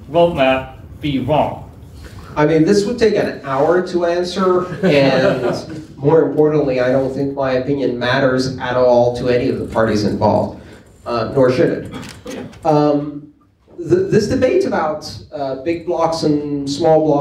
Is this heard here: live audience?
yes